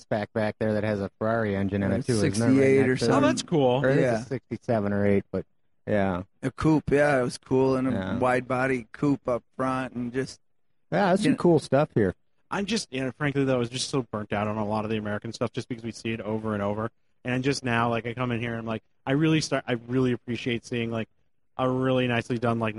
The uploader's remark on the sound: Live again from the SEMA 2018 show floor on the Magnaflow stage